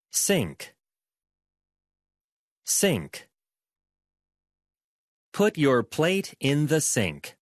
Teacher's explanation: K 앞에 있는 N이 이응으로 발음될 수 있다는 거